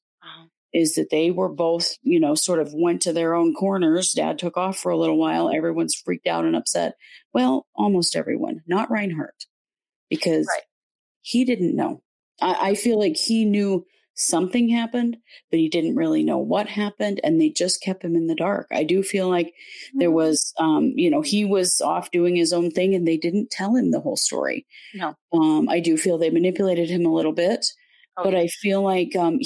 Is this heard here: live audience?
no